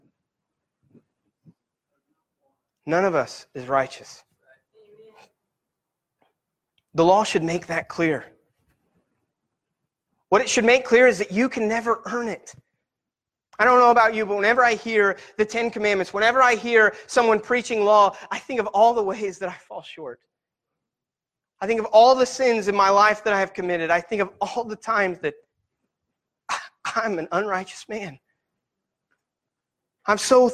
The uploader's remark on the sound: Sermon Preached at Christian Fellowship Church in Peru,.